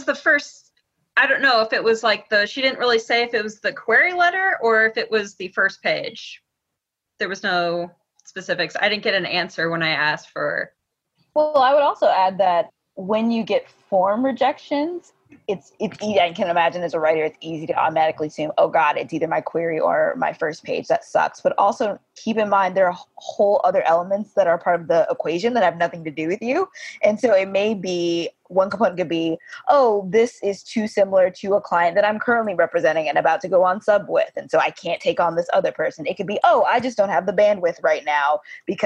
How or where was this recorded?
video call